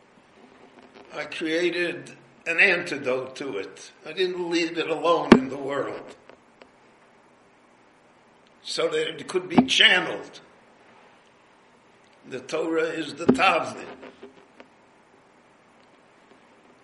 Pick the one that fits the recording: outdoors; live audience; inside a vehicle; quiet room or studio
live audience